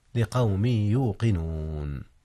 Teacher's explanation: أدغم التنوين من قوم في ياء يوقنون، وكان الإدغام بغنة